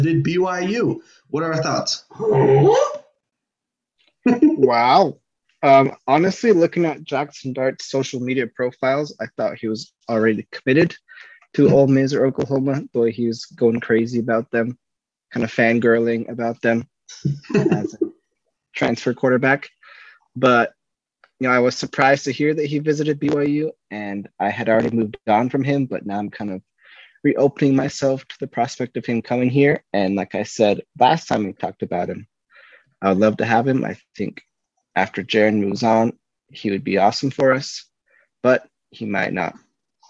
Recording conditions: video call